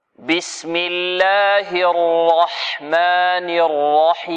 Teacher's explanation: الراء لابد من تفخيمها تفخيما جيدا بارتفاع اقصى اللسان